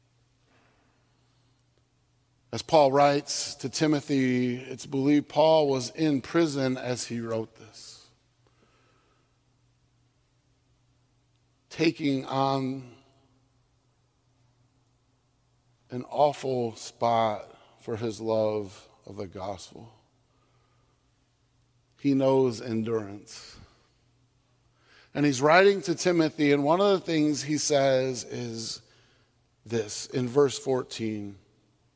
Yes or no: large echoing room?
yes